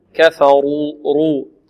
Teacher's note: والراء فخمت لأنها مضمومة